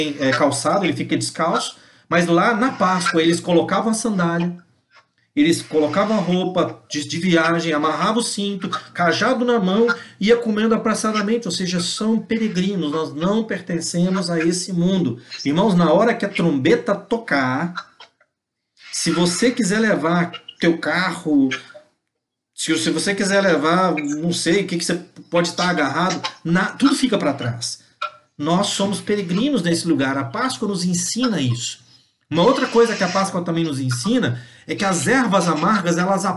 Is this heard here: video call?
yes